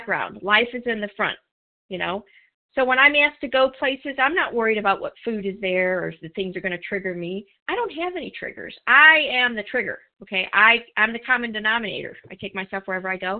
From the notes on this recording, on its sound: from the 100 Pounders Phone Meeting, 10/14/23.